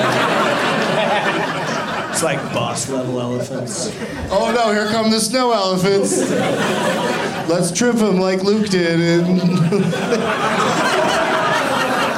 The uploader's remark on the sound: Live from Comedy Works in Denver